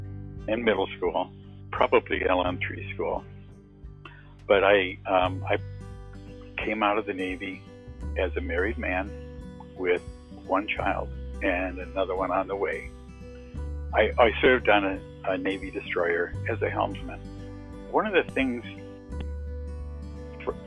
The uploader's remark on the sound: testimonial on the phone